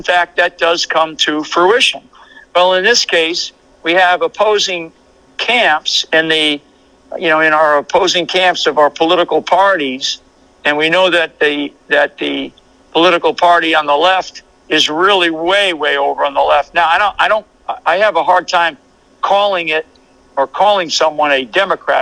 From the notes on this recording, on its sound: Phone interview. AUDIO CREDIT TO WVW-TV.